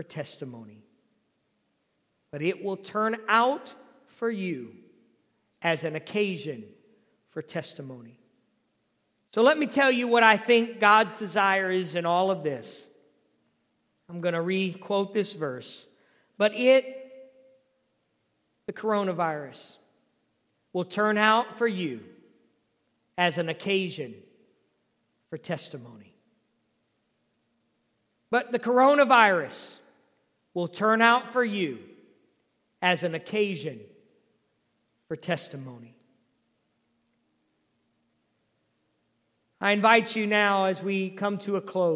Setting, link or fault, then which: setting, large echoing room